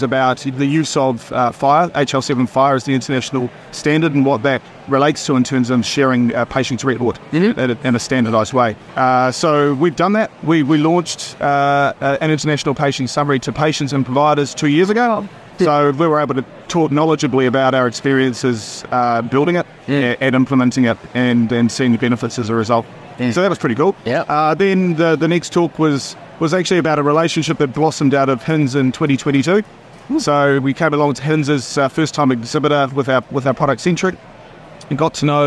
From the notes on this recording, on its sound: Recorded during the bustling HiNZ Digital Health Week in Hamilton, New Zealand, this collection of interviews provides a valuable snapshot.